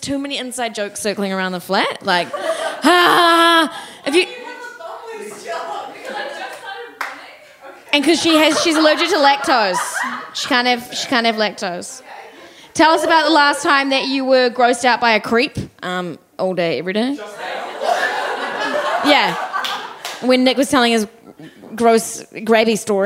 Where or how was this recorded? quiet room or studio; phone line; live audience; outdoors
live audience